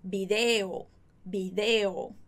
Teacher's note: Já aqui na América Latina você vai escutar sem acento e o estresse vai estar, o estresse não, a ênfase da palavra vai estar no deo